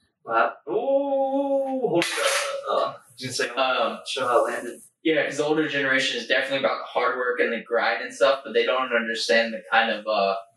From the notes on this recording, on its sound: Please excuse the audio on this one as somehow the software lost our audio from the mic's and we had to go off of the camera audio.